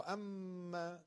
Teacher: میم مشدد رو دو حرکت غنه بدید